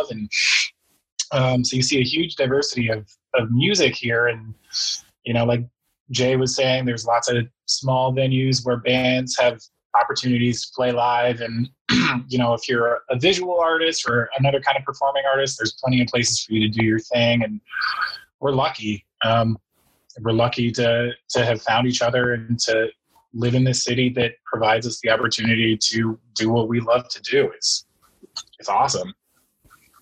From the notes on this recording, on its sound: We talked to the entire band over zoom